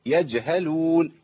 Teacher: الجيم لابد من قلقلتها لانها ايه؟ ساكنه · Term: قلقلت الجيم